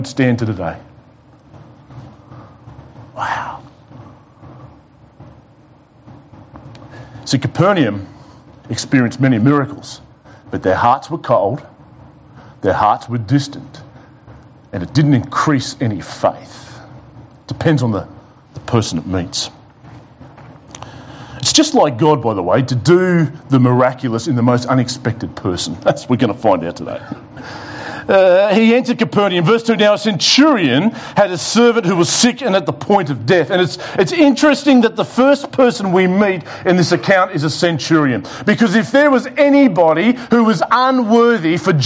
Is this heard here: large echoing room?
yes